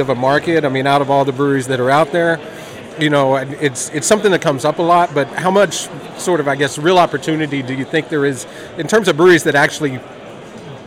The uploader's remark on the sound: at the Florida Brewers Guild annual conference